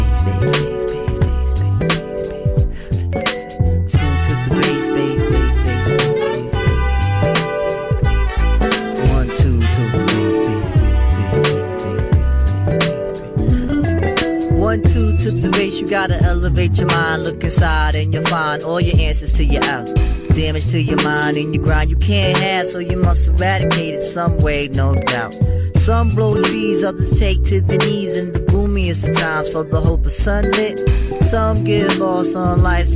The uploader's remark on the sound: Recorded at the Authentic Fridays event at Endaweni Ultra Lounge in Vosloorus GP.